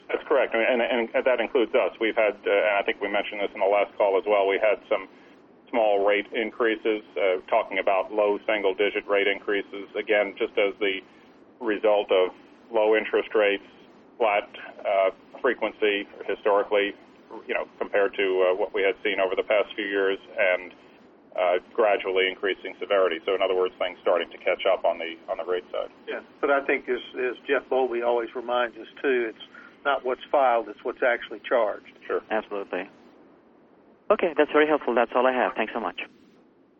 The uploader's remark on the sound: ProAssurance Earnings Conference Call